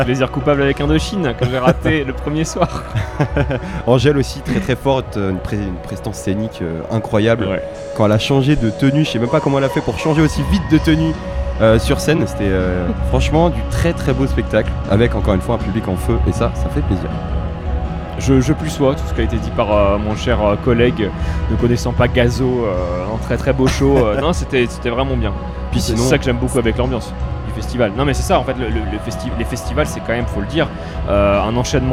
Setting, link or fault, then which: setting, busy venue